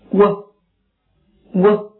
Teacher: 这是一个舌后软腭半元音，发音的时候舌后部要向软腭抬起，双唇收得很圆很小，并且有些突出。